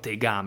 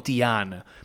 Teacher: noi non diciamo tegame, diciamo tian, proprio in greco con la G che cade · Shown in: second take